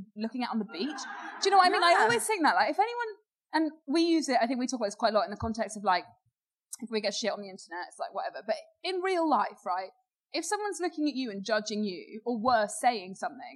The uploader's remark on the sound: Is It Just Me LIVE. The girls are back with their amazing live audience. Thank you to all of those who came to the show.